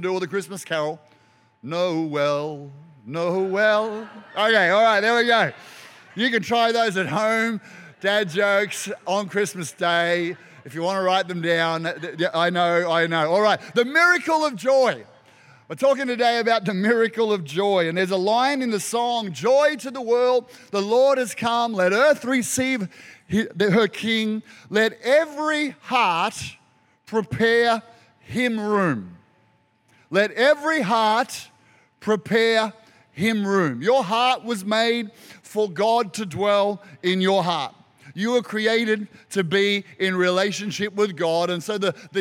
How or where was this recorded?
large echoing room